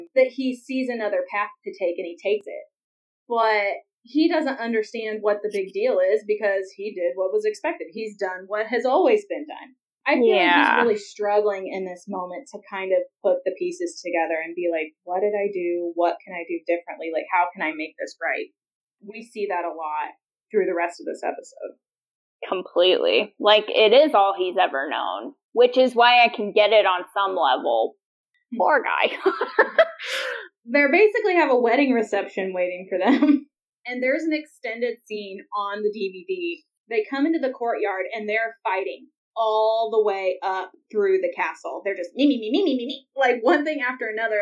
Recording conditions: poor sound quality